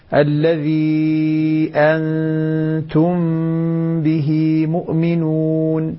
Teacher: الميم مع الباء حكمها الإخفاء الشفوي، إذن لابد من إخفائها مع الغنة